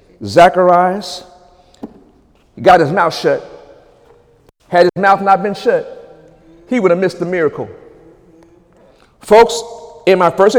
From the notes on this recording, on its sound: During Wednesday night service.